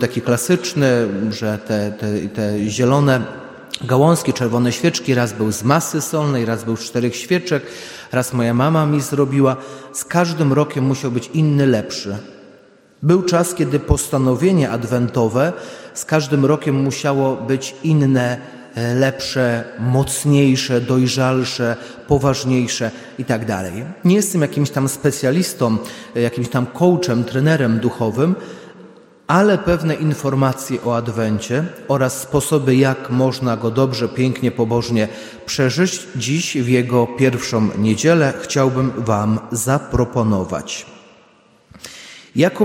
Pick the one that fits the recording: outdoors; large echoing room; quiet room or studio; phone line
large echoing room